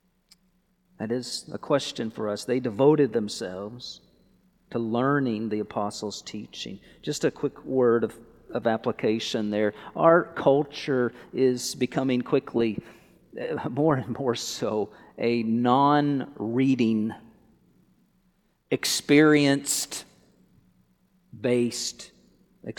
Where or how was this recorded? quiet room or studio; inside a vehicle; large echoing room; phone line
large echoing room